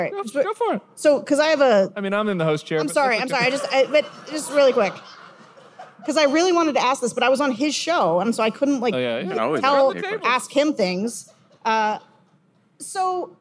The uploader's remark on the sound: Recorded January 19 at the Avalon Hollywood